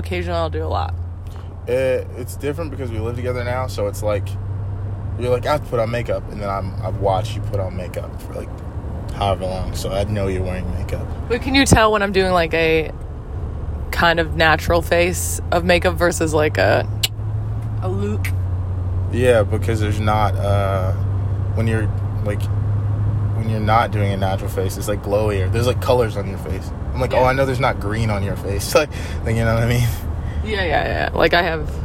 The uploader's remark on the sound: BONUS: Truck Talks. Cruising in the car.